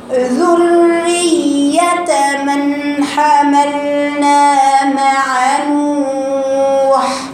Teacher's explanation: راء رقيقة الراء لأنها مكسورة